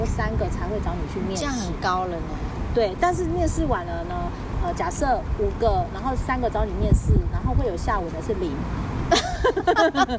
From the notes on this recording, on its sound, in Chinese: 第3及第4集是普度後在戶外錄音，背景音有很多風聲，請想像是跟著我們一起在公園聊天的感覺吧。